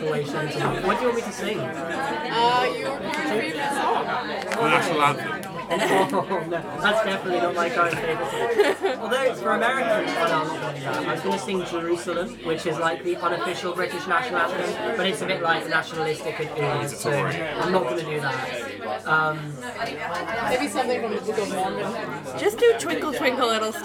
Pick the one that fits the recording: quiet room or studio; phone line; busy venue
busy venue